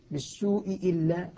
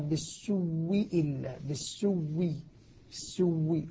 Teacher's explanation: أبدل الهمزة وأدغمها فصارت من باب المتماثلين، صارت واو ساكنة وبعدها واو مكسورة، فأدغمت الأولى في الثانية وأصبحت أصبح الواوان واوا واحدة مشددة، فقال بالسوء إلا.